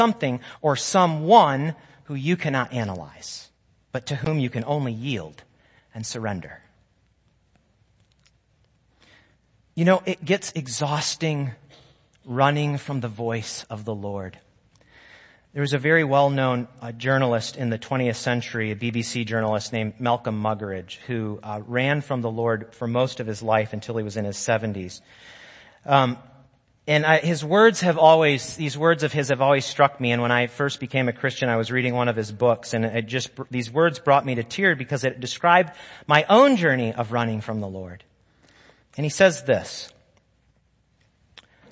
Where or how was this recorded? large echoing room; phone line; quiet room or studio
large echoing room